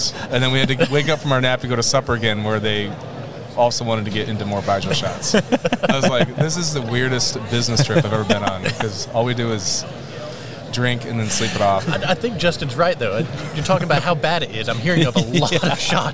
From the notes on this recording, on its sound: LIVE From Commodity Classic 2024. We're live at Commodity Classic 2024!